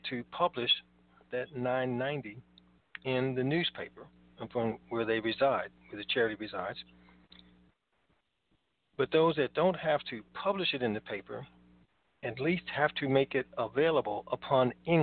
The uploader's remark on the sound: TNTSuperfantastic Conference Call.